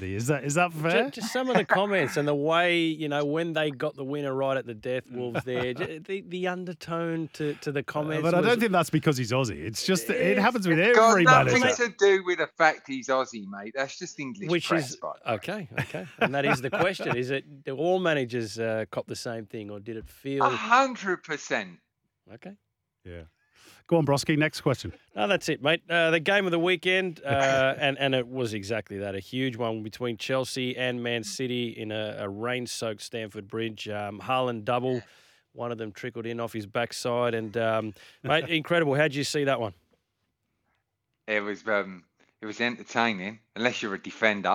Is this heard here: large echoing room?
no